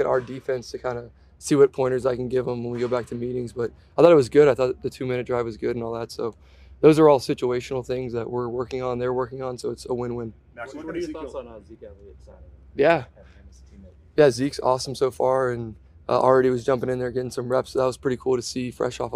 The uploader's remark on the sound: Addresses the media during his press conference following joint practices with the Green Bay Packers.